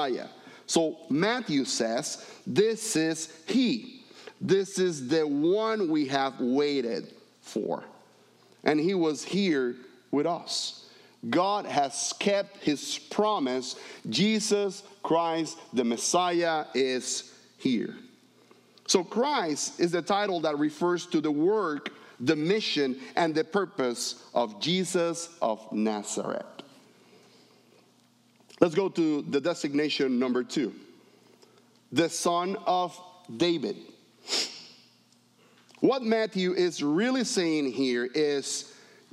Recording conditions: large echoing room